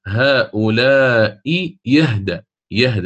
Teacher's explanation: لذلك أنا عندما أوردت الإبدال والنقل قلت أن هذا الهمز غير مسبوق بمد، لم يسبق الهمز المغير بمد، هنا غير بالإبدال، أبدلت الهمزة ياء خالصة، فقرأنا هؤلاء يهدى، يهدى هكذا ياء مفتوحة، فحينها لا أقول أن عندي حرف مد وله فيه التوسط أو القصر وكذا، لا، أصلا هو الحرف المغير، الهمزة المغيرة سبقت بهمز محقق، فلا تدخل معنا.